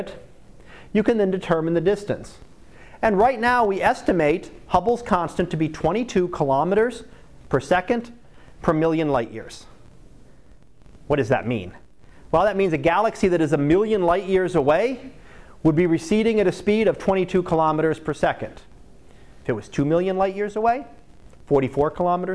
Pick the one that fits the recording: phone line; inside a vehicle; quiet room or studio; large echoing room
large echoing room